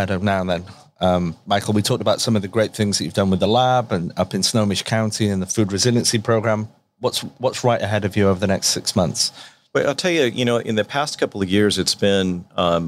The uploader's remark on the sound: Taking place at the Mobile World Congress 2021 in LA